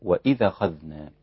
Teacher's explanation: نقل حركة الهمزة إلى الساكن قبلها · Term: النقل